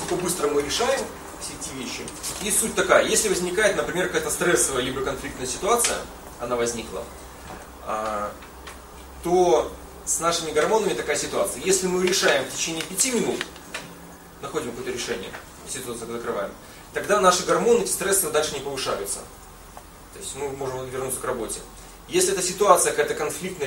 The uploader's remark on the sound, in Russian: Запись лекции.